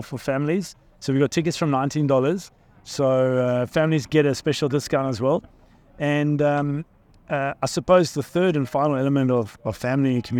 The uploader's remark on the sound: On Location at Allegiant Stadium